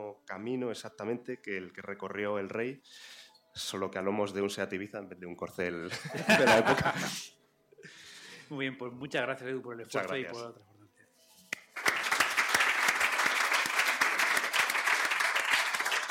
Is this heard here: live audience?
yes